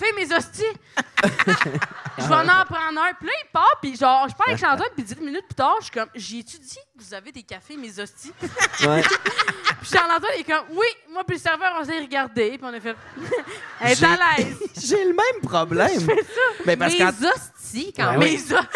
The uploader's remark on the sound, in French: petit party enregistré au théâtre La Chapelle de Québec!